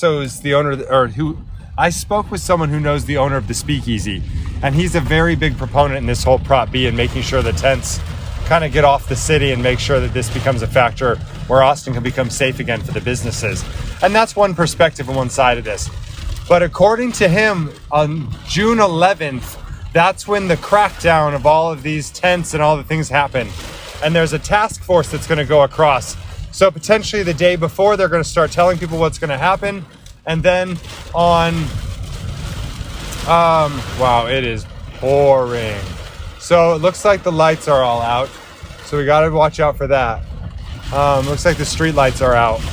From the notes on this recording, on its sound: Driving home in an Austin, Texas thunderstorm